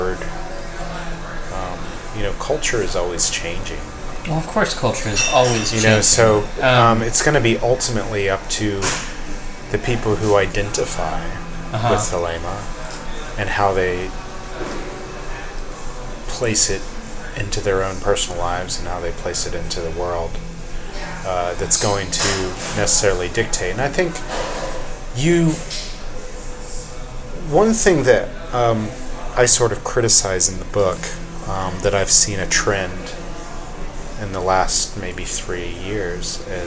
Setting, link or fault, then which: setting, busy venue